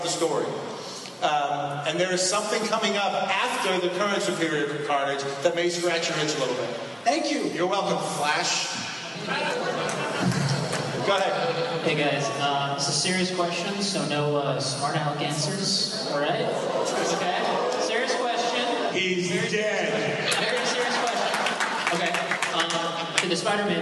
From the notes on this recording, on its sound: Superior Spider-Talk #17: NYCC ’13 and the Superior Spider-Man and Friends Panel. Exclusive audio from the Superior Spider-Man and Friends panel with commentary.